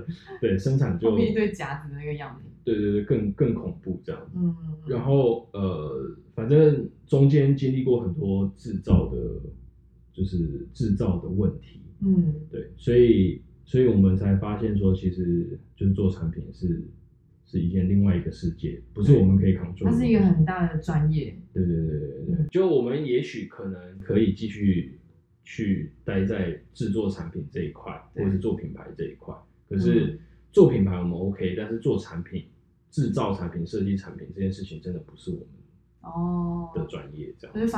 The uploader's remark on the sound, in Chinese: 本集因為設備問題音質較不清楚